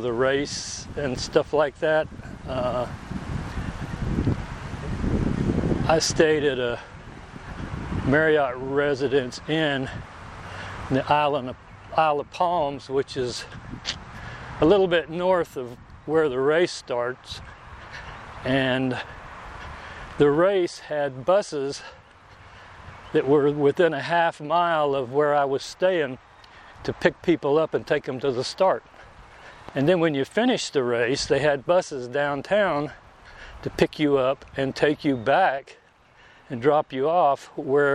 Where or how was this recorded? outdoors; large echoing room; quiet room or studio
outdoors